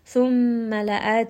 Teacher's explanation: Mim is going to have a shadda. So we are going to rest on this for just a little bit and give it some ghunna. لَآتِيَنَّهُمْ Noon has a shadda here as well.